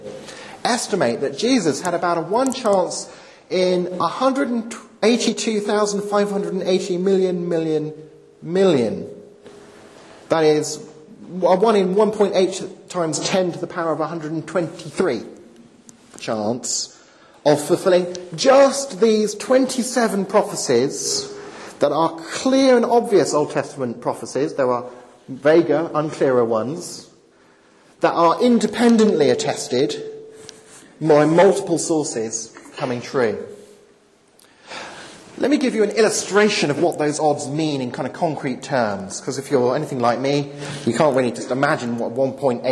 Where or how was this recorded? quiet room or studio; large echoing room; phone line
large echoing room